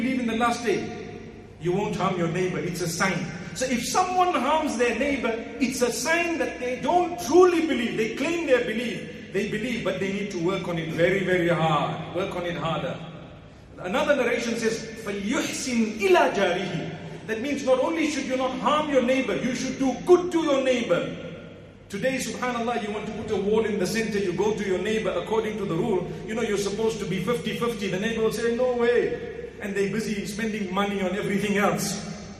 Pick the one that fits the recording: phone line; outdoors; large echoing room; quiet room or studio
large echoing room